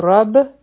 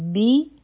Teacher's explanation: با باندې شد دی، نو دلته به دوه به ویلې کیږي، اوله به شي رب، او بیا دی بی، او بیا